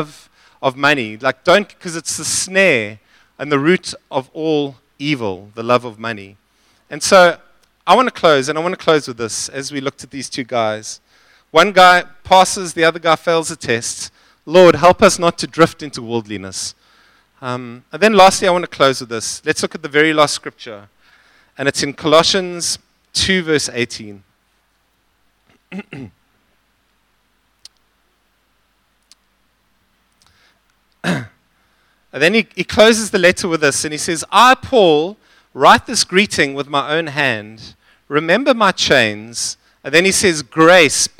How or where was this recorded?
large echoing room